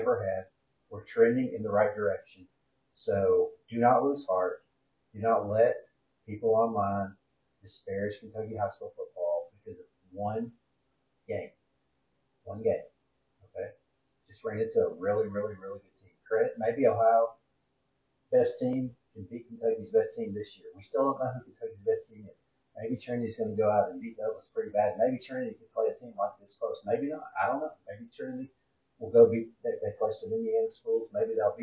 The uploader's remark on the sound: sorry that the sound/audio quality is not as great as usual, but you can still hear.